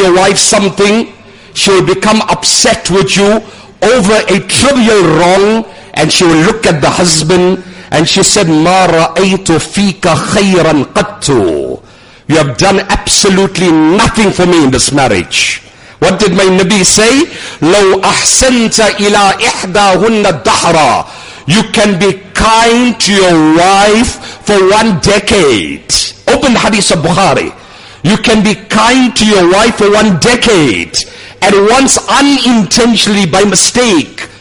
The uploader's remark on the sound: Jumuah lecture at Umhlanga Masjid